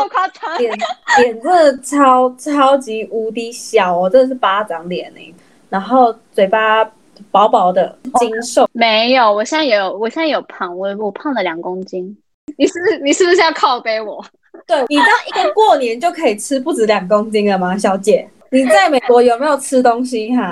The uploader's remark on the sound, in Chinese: 因為她在美國 所以一樣是用遠距離的錄音。錄音品質沒有到很好 而且網路問題也有稍微小卡。